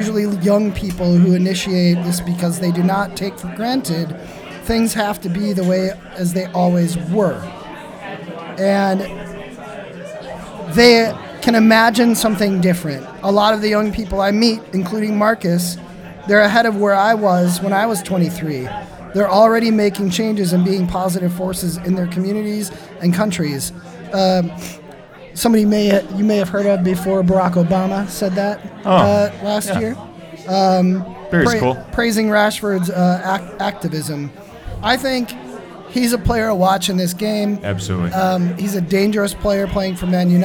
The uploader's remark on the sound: Live at the Forward Club